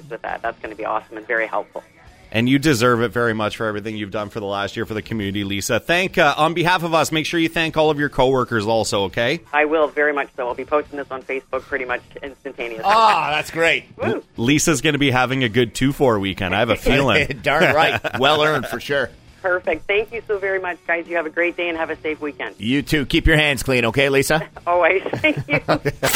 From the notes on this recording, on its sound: The phone lines are on fire today